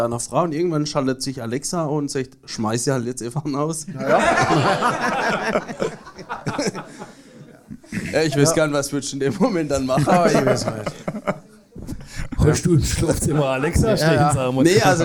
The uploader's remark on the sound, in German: Denn auch im zweiten Teil des Livepodcast blicken.